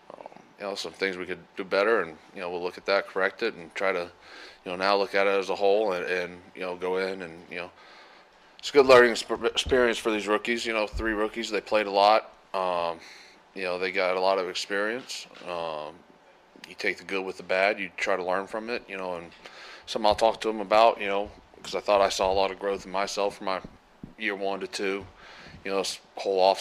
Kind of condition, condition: setting, busy venue